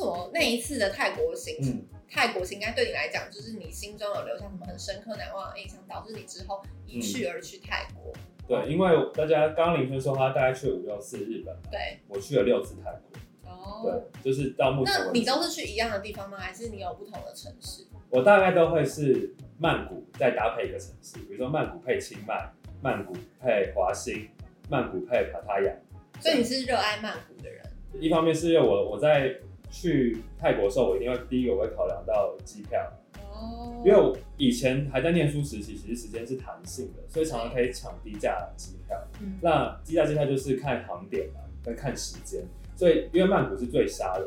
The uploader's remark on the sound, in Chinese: 首錄音質不佳請見諒